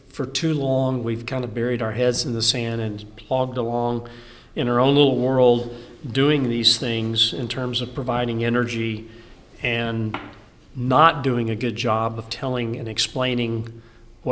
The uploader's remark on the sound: The conversation is the first of the special episodes recorded from the GPA Midstream Annual Convention.